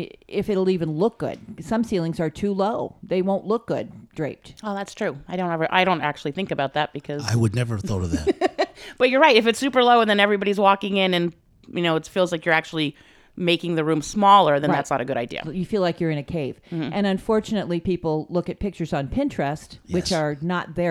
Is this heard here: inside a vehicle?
no